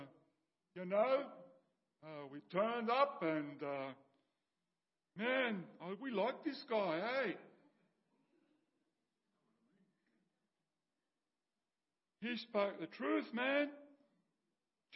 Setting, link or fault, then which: setting, large echoing room